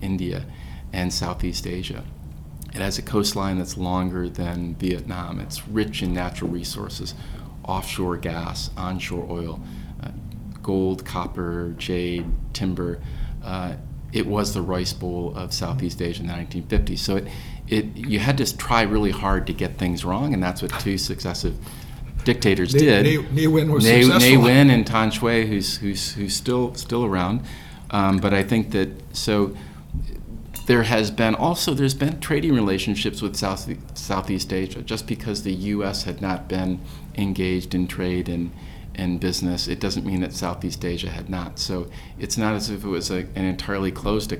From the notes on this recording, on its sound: Recorded at the 2017 USC APBO Asia Pacific Business Outlook Conference.